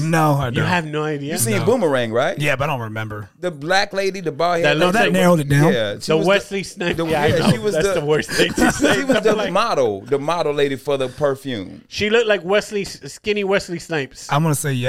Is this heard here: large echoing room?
no